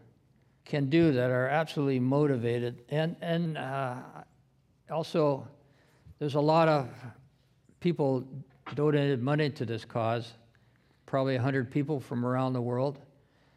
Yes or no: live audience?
yes